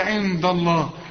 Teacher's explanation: هنا بقى في غنة النون اللي بدون تشكيل، لكن الدال هنا مرققة جت جنب لفظ الجلالة، رقق الدال.